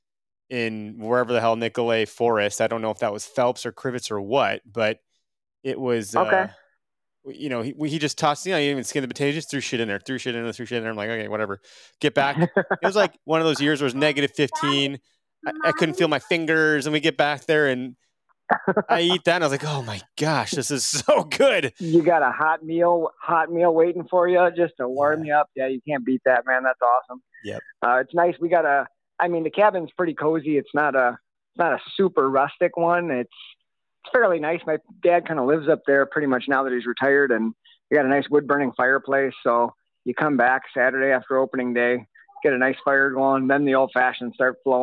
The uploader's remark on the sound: we take to the phone lines and hear from hunters across the nation